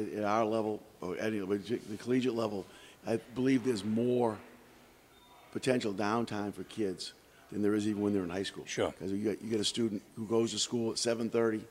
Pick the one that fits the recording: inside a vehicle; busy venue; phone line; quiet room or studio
busy venue